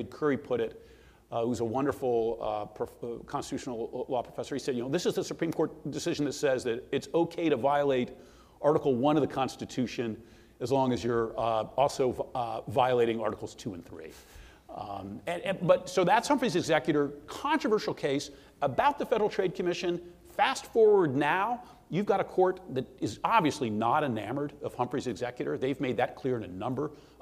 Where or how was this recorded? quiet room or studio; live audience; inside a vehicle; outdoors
live audience